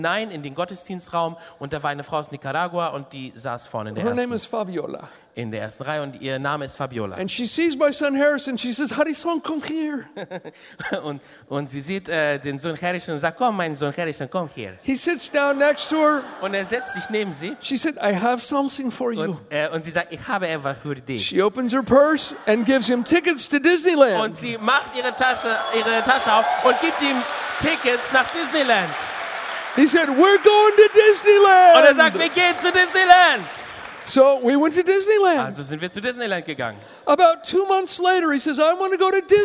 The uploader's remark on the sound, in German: aus unserem Gottesdienst